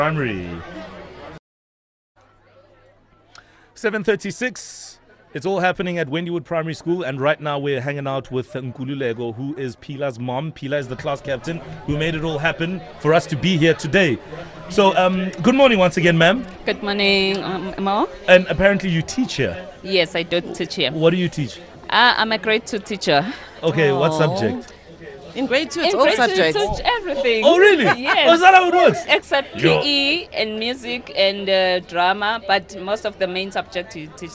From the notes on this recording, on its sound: Live from Wendywood Primary School in Johannesburg. TODAY’S OUTSIDE BROADCAST.